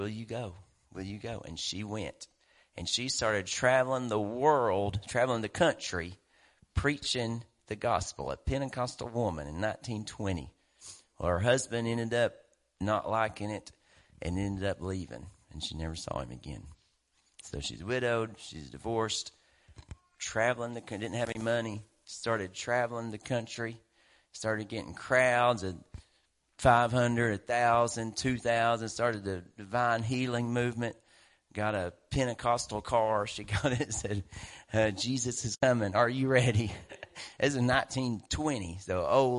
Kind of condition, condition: setting, large echoing room